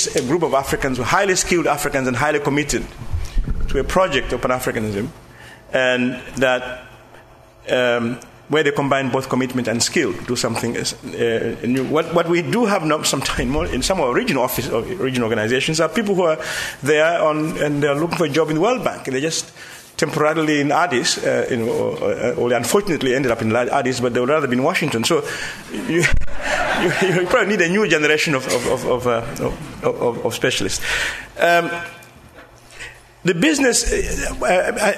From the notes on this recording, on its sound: An audio recording of the proceedings of the LSE Cape Town Conference 2014 Africa in the World, The World in Africa